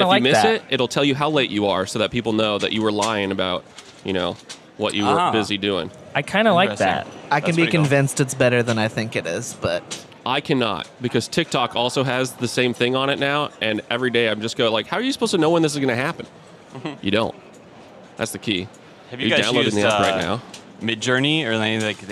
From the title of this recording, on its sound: Live from BrrrFest!!